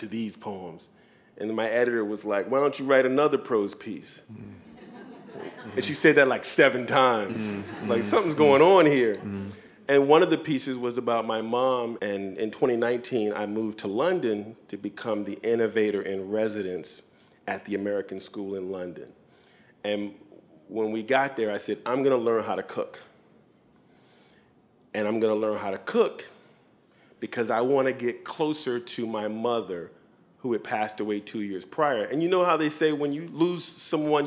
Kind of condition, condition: setting, busy venue